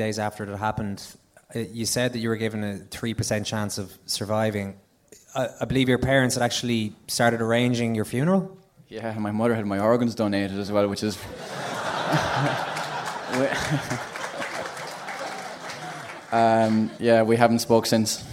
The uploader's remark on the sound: Welcome to the Second Captains 'rock or bust' live tour from The Sugar Club in Dublin.